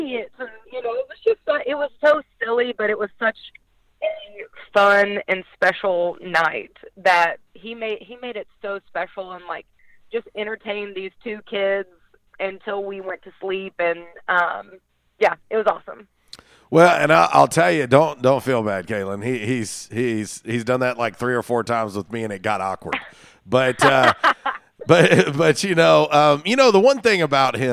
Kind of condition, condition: link, phone line